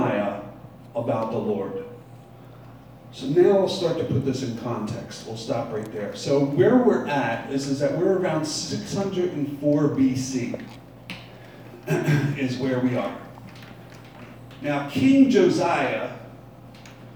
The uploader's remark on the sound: Live from Black Cloister Brewing Company.